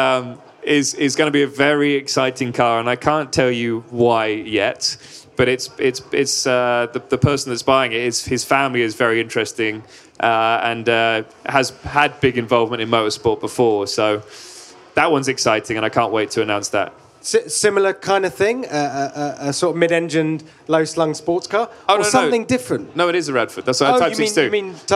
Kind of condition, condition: setting, live audience